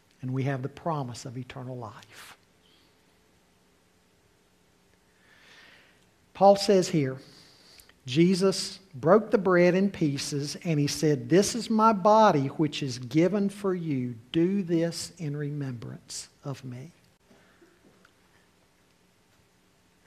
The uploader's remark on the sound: Full Service with Communion